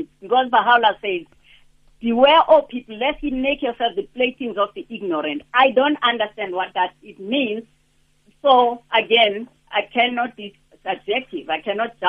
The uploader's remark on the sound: Guest on the phone